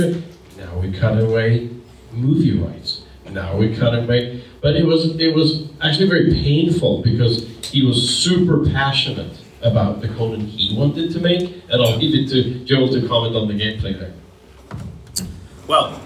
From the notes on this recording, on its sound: Howard Days 2022. The rest of this month will be dedicated to the audio we recorded while at this gathering! We present the inaugural panel from the event.